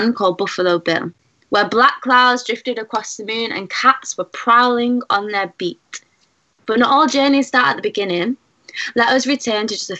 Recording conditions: video call